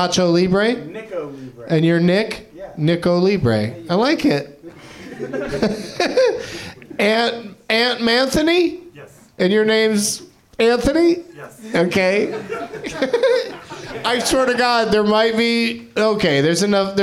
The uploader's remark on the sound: Live from the NerdMelt Showroom in LA